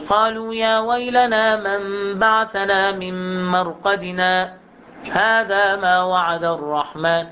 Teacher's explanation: تحتاج إلى سكتة لطيفة على السكت، يعني سكتة لطيفة بمقدار حركتين، يعني بمقدار ألف. سكت واجب طبعا، سكت واجب هنا، السكت واجب.